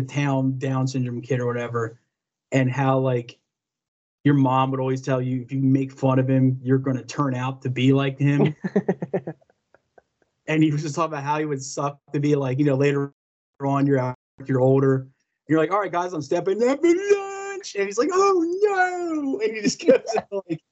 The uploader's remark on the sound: LOCKDOWN ISOLATION EPISODE. Skype episode this week.